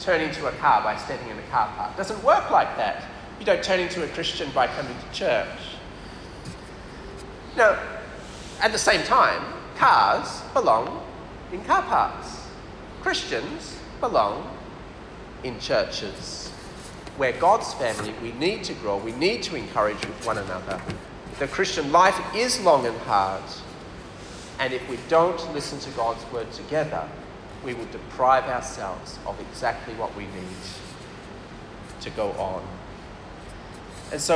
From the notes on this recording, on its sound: This talk was delivered for USM PKA CF Camp on 28th February 2023.